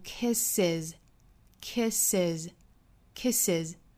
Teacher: 加 es 要加一个元音 a，最后的 s 读浊音的 z，所以这个词读 kisses， kisses， kisses。